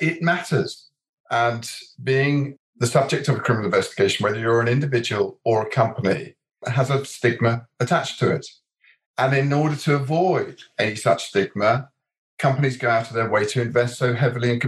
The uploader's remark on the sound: A recording of a virtual panel discussion hosted by Fountain Court’s commercial crim group.